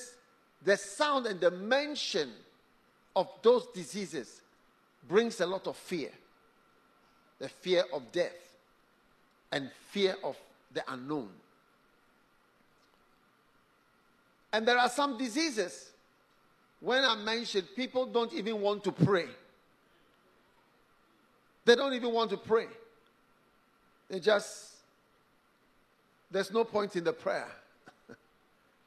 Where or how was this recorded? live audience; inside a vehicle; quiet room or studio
live audience